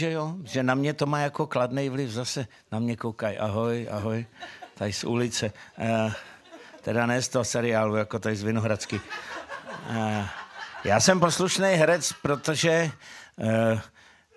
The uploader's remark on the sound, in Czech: baví herec publikum v Radiocafé Vinohradská 12